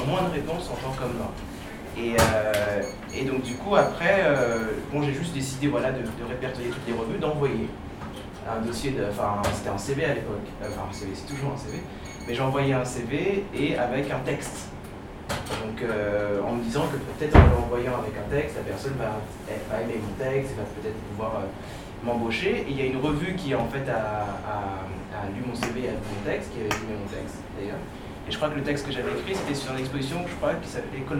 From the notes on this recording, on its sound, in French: L’enregistrement a eu lieu dans un restaurant parisien, ce qui expliquera la qualité du son.